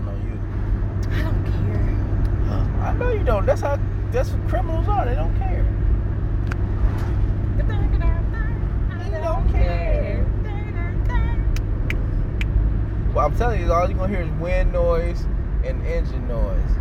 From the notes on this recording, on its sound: We talk nonsense in the car while Marley the dog freaks out in the back seat.